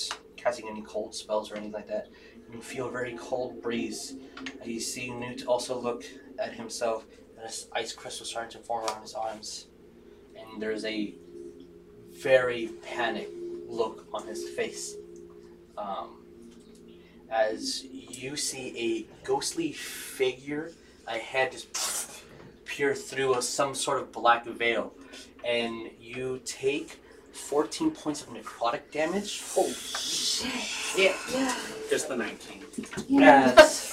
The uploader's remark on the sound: Sorry for the audio issues.